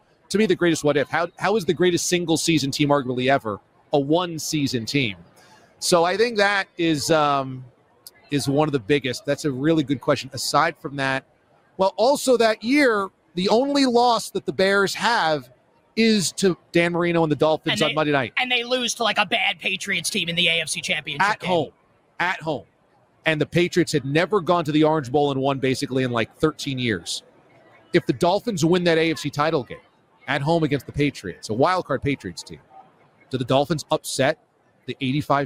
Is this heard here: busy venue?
yes